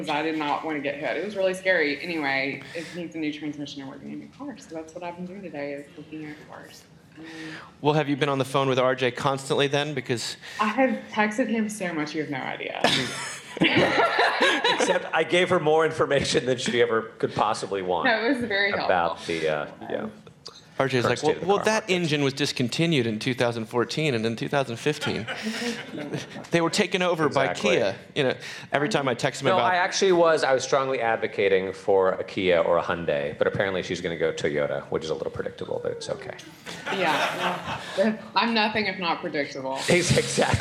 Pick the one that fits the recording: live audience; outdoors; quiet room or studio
live audience